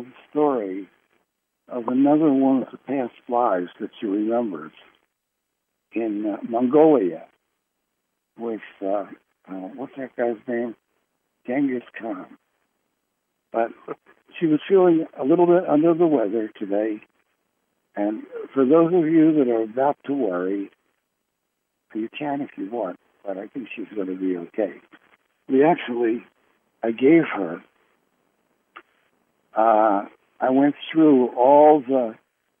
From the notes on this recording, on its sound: Conference Call LIVE